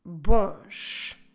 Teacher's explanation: You can notice by the sh at the end that I'm adding s.